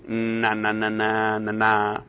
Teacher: so you get a voiced alveolar nasal